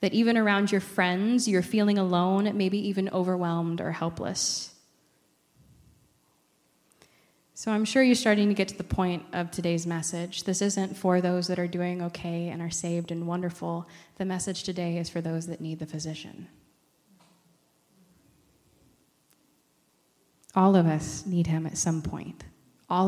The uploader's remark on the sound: recorded on October 7, 2023, at Ringgold Seventh-day Adventist Church